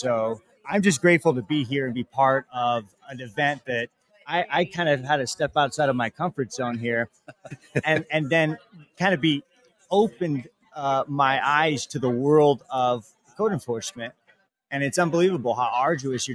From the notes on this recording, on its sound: Take the show on the road. Live from the California Association of Code Enforcement Officers (CACEO) Code Conference. Stops by the booth.